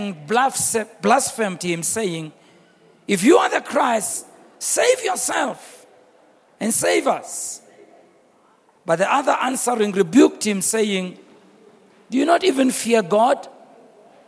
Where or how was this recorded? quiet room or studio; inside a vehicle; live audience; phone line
live audience